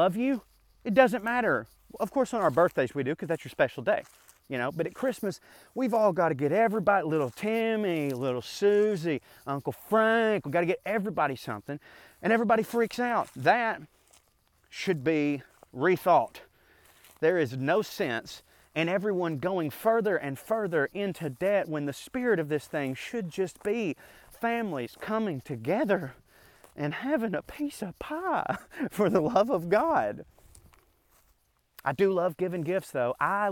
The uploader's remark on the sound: a rant I went on while walking through the woods